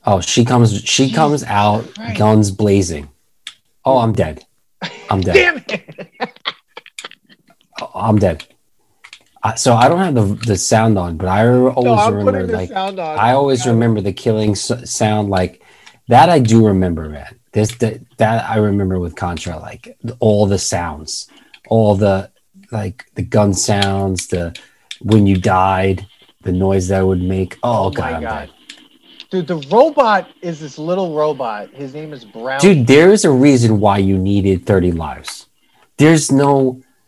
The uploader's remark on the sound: We recorded this on January 11th, 2021, on Zoom so there are some small sound discrepancies